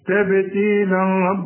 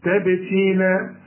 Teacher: احنا بنقف بالألف كاملة لان الفتحتين بيدوني ألف كاملة عند الوقف · Shown in: second take